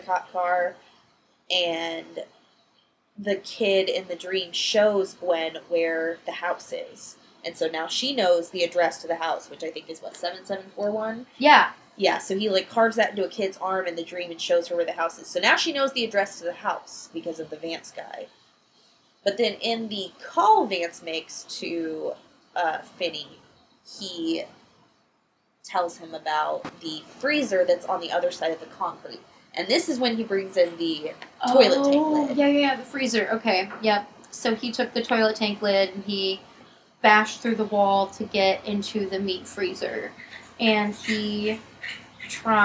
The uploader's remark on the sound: This first episode doesn't have the best audio but we'll be upgrading our equipment asap!